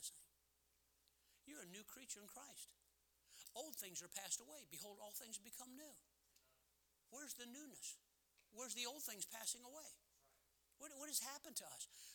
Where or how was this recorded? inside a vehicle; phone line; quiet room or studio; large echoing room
large echoing room